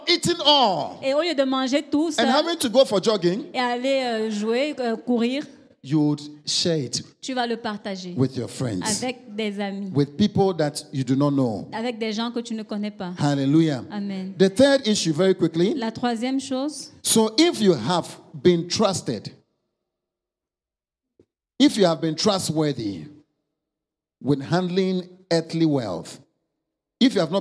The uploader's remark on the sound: Preached during Joyful Hour Sunday Service Rabat